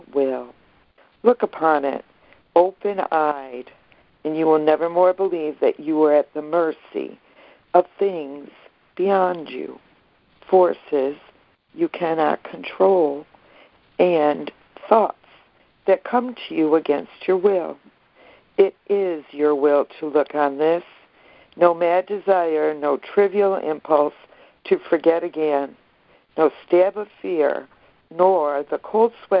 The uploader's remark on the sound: ACIM Daily Conference Call